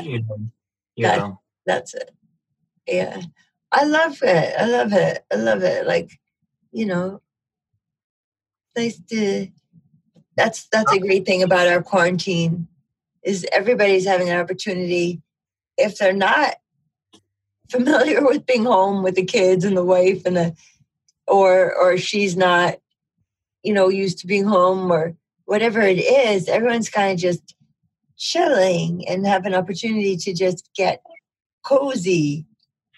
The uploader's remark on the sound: The Dream Stream- Zoom Room Dream Group.